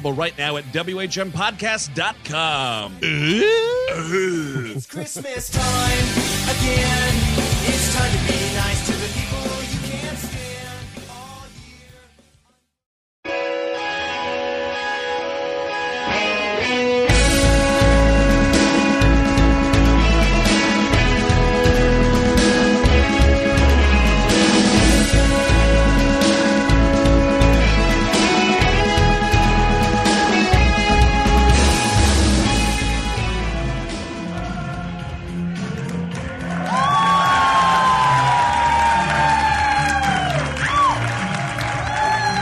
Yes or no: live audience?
yes